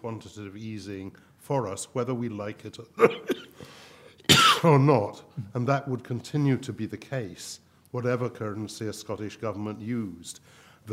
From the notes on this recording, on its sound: This event was recorded live on Thursday 2 December.